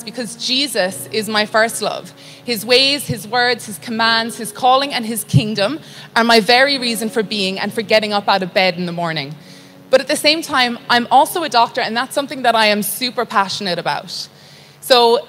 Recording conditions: large echoing room